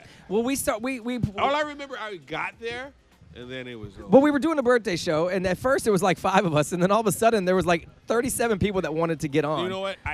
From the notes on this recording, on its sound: We took the show on the road and recorded at The Orlando Improv. Since we recorded at The Improv, tons of Orlando's best comedians dropped.